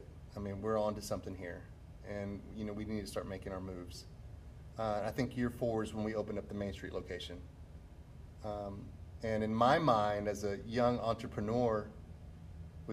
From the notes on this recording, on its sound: Betos Mexican Restaurant. Recorded at Betos.